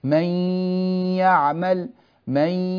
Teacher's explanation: لاحظوا أني نطقت ياء مباشرة مي ولم أقل من مي، فانتقلت إلى الياء، جميل. · Term: إدغام بغنة